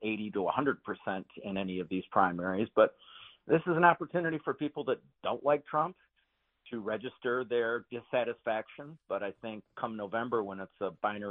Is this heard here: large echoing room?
no